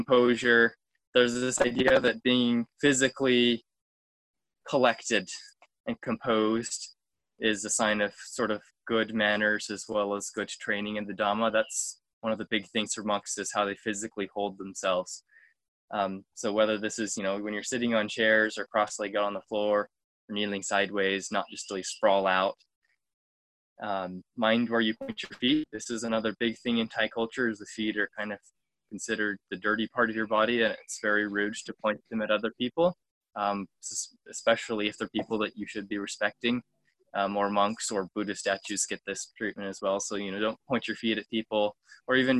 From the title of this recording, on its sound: Zoom Call